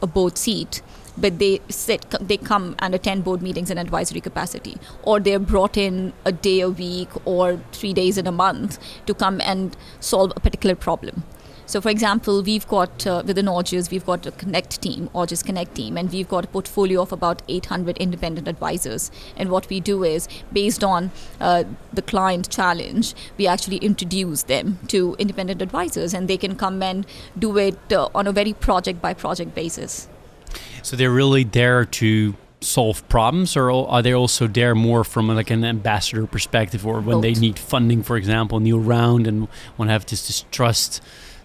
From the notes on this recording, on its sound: This podcast was recorded live at Money 20/20 Europe in Amsterdam.